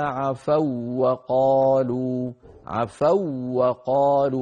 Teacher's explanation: فننطق واوا واحدة مشددة · Term: أدغم